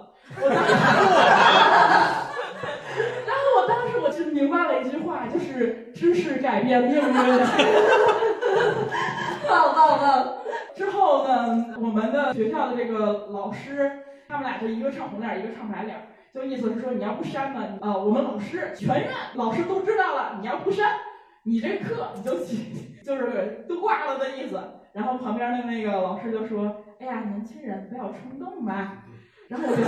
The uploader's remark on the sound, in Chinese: 由于场地设备除了一些问题，导致了本周「社死」这期原素材的丢失。但又实在不忍心浪费现场观众朋友们的宝贵发言，。最后只能很遗憾地用其他设备的备份素材来剪辑制作。就是会时不时听到一个奇怪男子非常突兀的大笑，。离备用设备太近了。